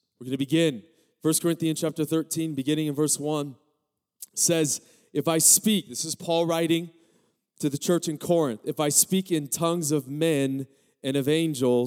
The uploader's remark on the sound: Recorded live at Capital Church, from the Church on the Lawn Series.